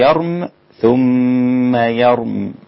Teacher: مش يرمي به، حتى في الوصل دي ميم مكسورة مش ميم مع الياء